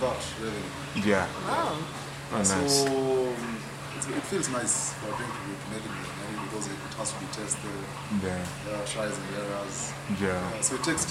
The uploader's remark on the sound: We apologize for the quality of audio on this podcast.